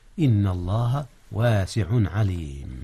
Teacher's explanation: أظهر التنوين قبل العين، إذ العين من أحرف الحلق · Term: إظهار